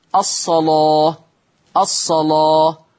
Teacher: قرأ ورش بتغليظ اللام في لفظ الصلاة